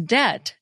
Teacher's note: we don't pronounce the B in debt